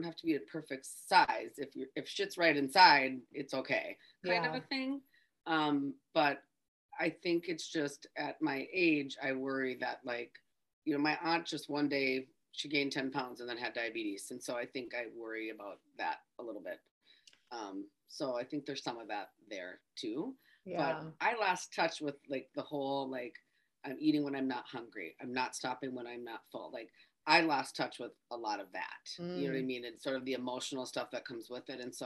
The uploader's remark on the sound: record live in IG